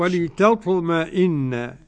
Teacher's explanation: نرقق التاء والطاء مفخمة مقلقلة